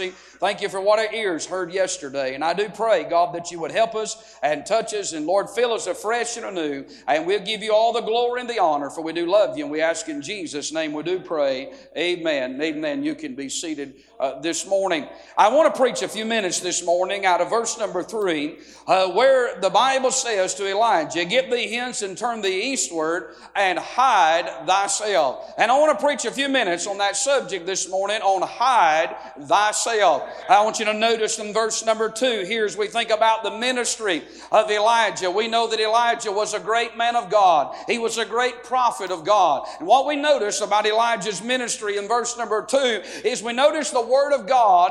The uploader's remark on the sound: A sermon preached Monday Morning during our Spring Jubilee, on March 27, 2023.